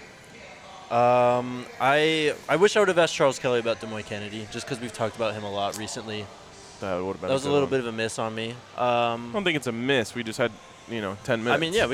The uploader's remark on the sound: live from Circa Resort and Casino in Las Vegas